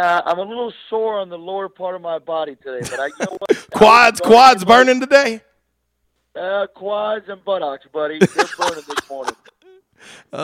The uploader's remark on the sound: LIVE on the Back In Action Hotline. RWRC Radio on The Ticket Radio Network.